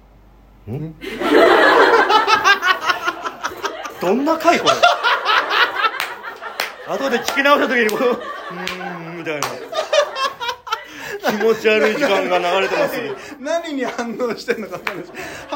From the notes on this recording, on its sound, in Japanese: 第4回トークライブ公開収録』 from Radiotalk。